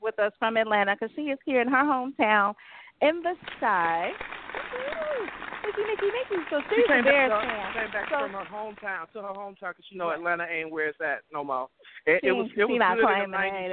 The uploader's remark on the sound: Live from Bears vs Packers Viewing Event